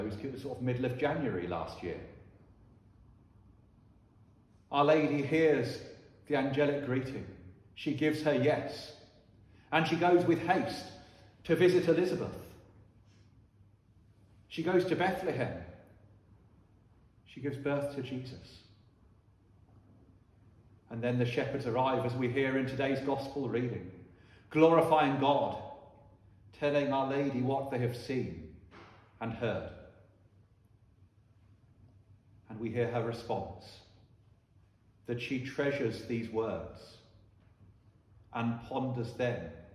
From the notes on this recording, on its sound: Sermon preached at Holy Trinity Church, Ystrad Mynach.